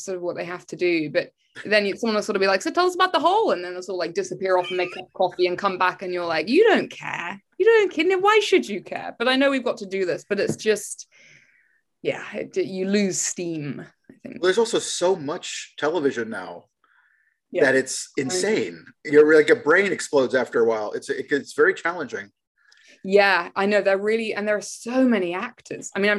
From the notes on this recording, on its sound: Shot via Zoom.